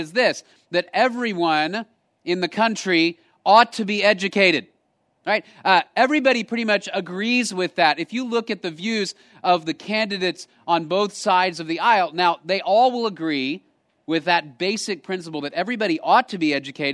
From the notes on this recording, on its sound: Location: Grace Bible Church Creekside